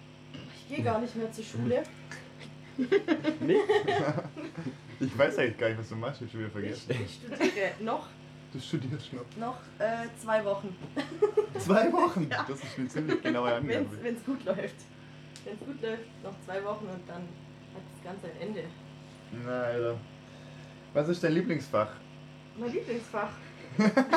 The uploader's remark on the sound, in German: Diese Folge bietet euch eine extrem schlechte Audioqualität (sorry dafür)!